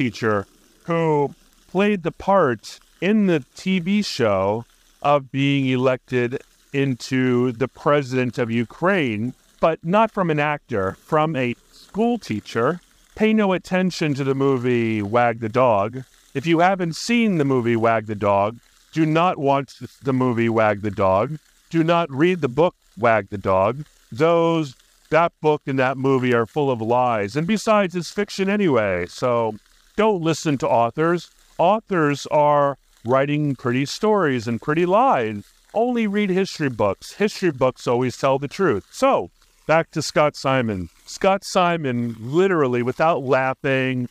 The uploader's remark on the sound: While cycling to a park run. He briefly touches on the weather and his surroundings while recording this episode at Penrose Square Park, hinting at the joys and challenges of outdoor podcasting.